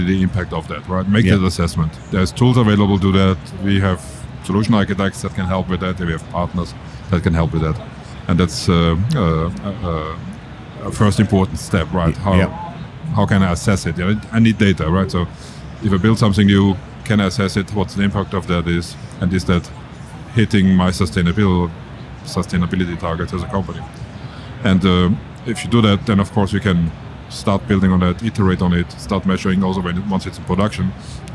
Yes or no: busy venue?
yes